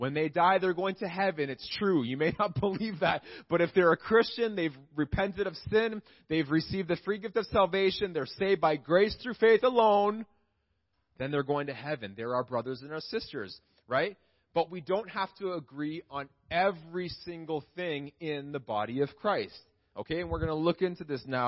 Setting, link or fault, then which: setting, large echoing room